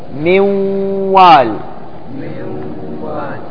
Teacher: ننطق واو مشددة موا موا مع اخراج الغنة · Term: إدغام بغنة